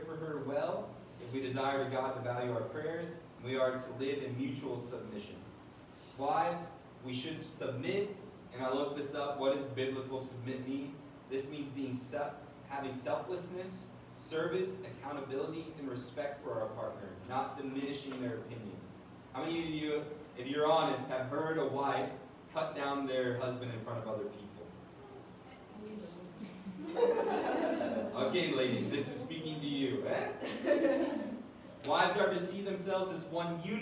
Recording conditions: poor sound quality